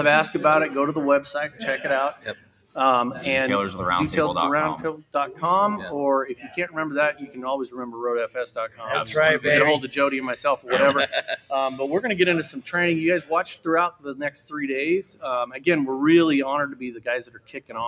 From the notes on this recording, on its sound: We are live from Indianapolis kicking of the IDA Global SV Event and Detailers of the Round Table Training.